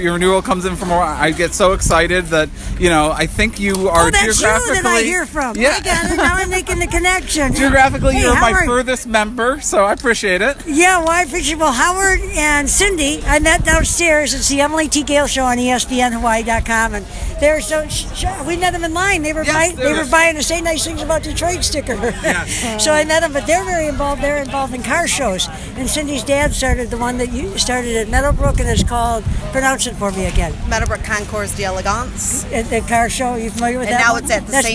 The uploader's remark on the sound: It was the end of the day and several thousand of us were outside in the courtyard of the Detroit Historical Museum to give open our can of Vernors they had handed out to all of us. I turned on my recorder and got some fun talk story and conversations with lots of people.